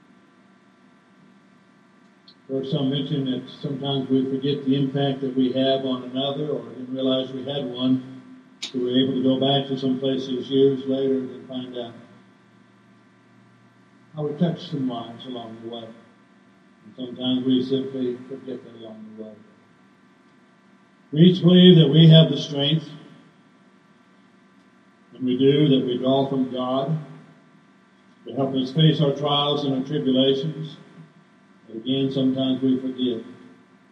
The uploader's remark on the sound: Downtown Church Of Christ Audio Sermon